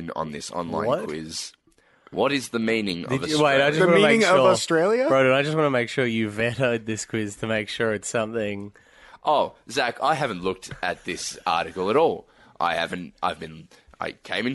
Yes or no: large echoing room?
no